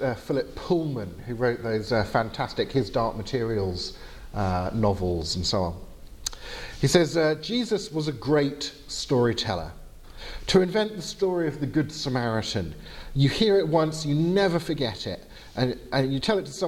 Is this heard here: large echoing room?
yes